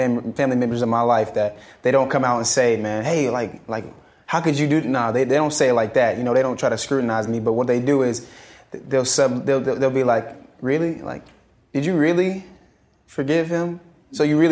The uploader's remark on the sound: In this live recording of the podcast. Inspires the audience to stand up, give hugs, and say “I love you.”